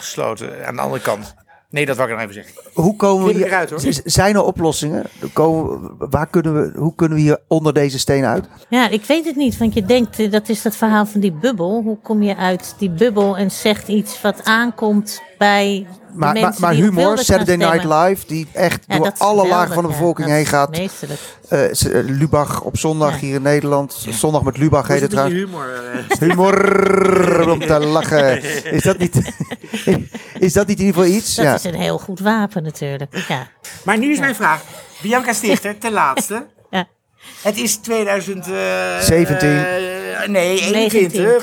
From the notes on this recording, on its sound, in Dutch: Deze podcast werd op 9 februari opgenomen in Pakhuis de Zwijger in Amsterdam tijdens het Resist902-festival.